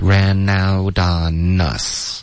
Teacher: Ran out on us 的这些 N 的音要注意，别用中文的这个 N N 的这个后鼻音。OK, ran out on us 都是舌尖的